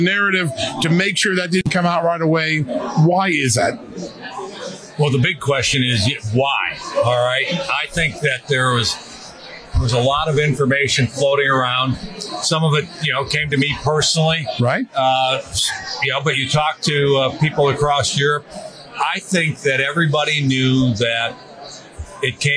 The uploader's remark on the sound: Live from CPAC